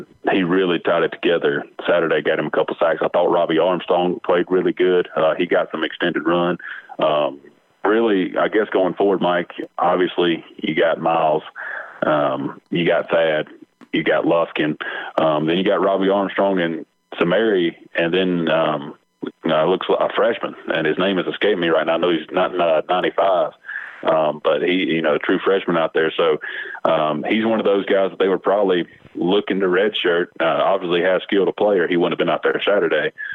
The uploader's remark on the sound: Solo in the recording process at home. On the phone line.